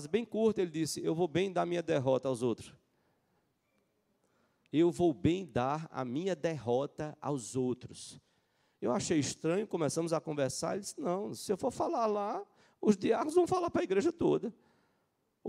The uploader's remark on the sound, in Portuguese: Culto matinal(9h) presencial e transmitido ao vivo